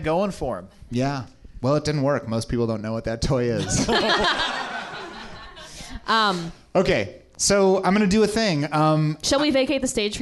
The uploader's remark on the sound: Recorded on November 30, 2017 at the Nerdmelt Showroom, Los Angeles, California